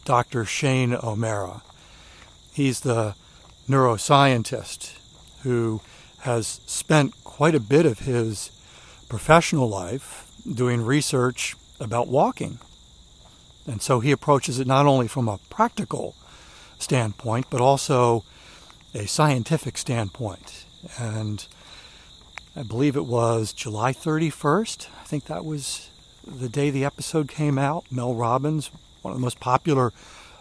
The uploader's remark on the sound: During today's ten-minute walk